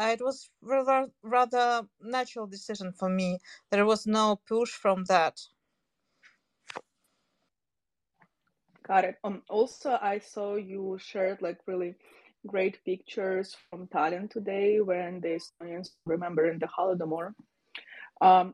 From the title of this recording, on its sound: Twitter Space Recording